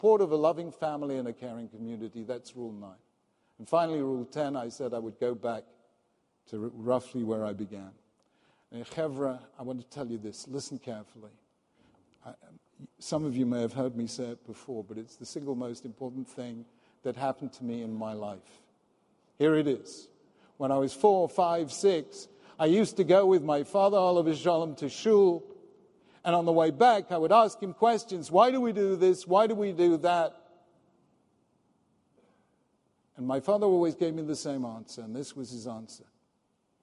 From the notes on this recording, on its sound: This recording is of the opening session of the Yom Iyun marking the centennial of Yeshiva University's High School for Boys.